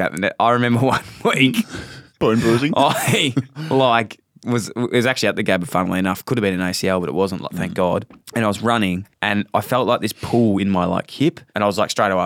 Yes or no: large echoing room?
no